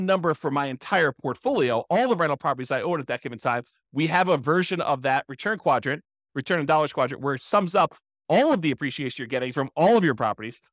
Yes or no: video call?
no